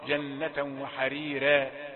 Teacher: ورش يقرأ جنة وحريرا بالترقيق